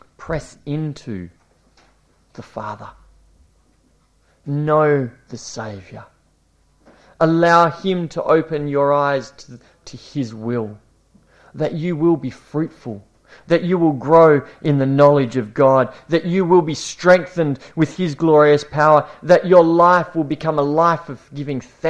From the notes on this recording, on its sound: This series was preached over a nine week period at Esperance Church of Christ